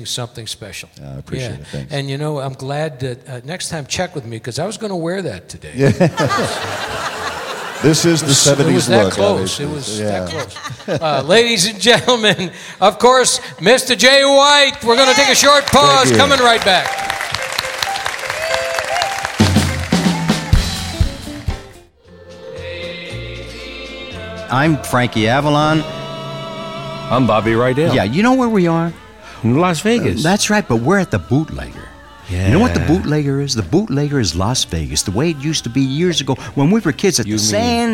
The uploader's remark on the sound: Live at the Southpoint Casino